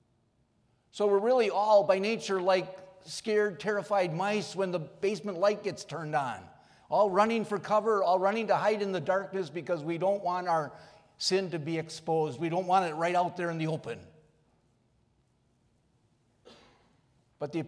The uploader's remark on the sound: recorded on January 8 from Salem Lutheran Church in Owosso, MI